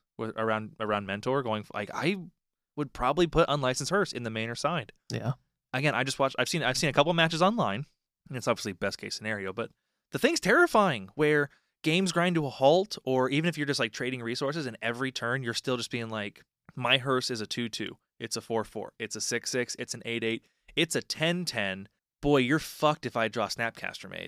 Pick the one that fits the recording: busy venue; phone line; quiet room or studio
quiet room or studio